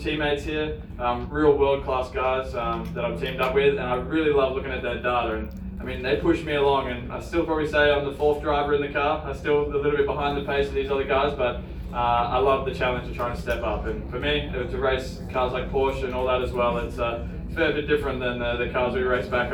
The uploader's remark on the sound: Live from Daytona